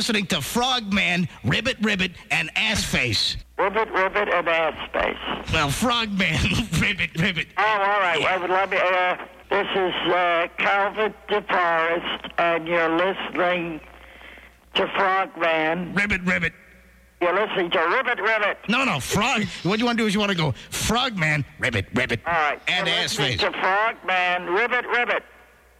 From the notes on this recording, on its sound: Prank Phone Calls